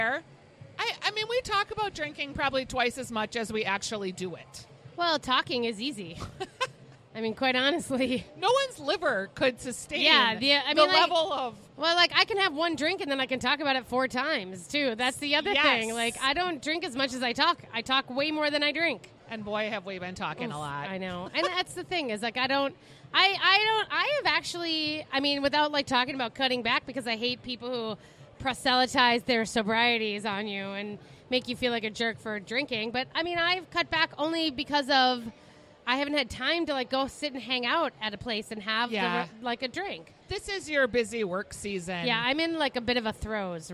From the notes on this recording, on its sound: Weekly Dish's "Second Helping" is live from the grand opening of Pimento Kitchen at Keg and Case Market in St Paul.